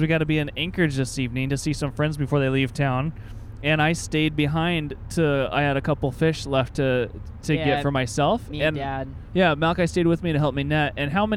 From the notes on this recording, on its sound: Driving home from some real good fishing' on the Russian River. We are passing through Cooper Landing on the Kenai Peninsula.